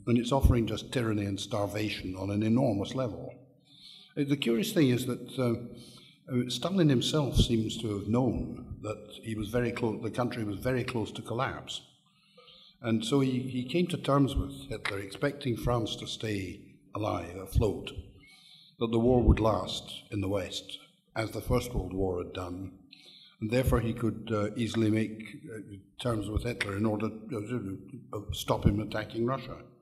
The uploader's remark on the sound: This panel discussion is from the 2013 meeting of the Property and Freedom Society. Discussion, Q&A.